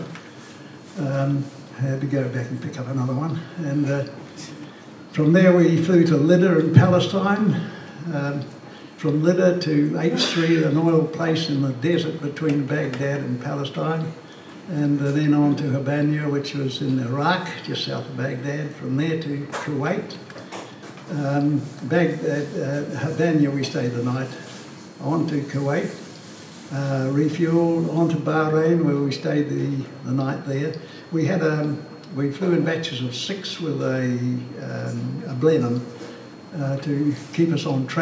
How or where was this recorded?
live audience